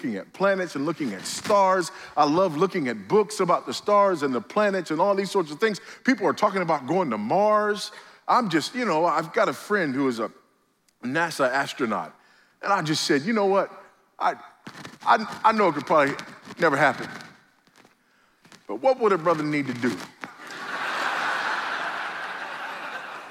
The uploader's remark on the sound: at the IOPT pre-conference event before the Founders "The Only God" national conference in Southwest Florida